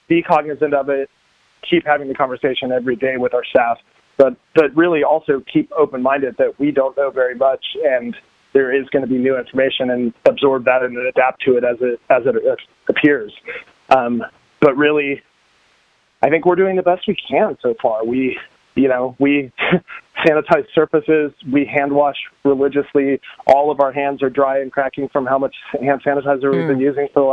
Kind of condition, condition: link, phone line